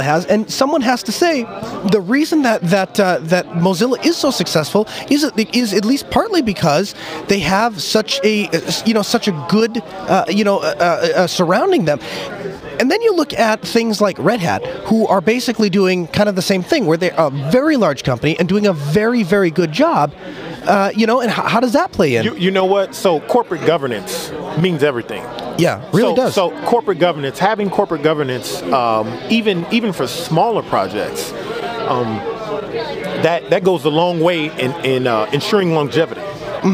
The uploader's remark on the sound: Live from SouthEast LinuxFest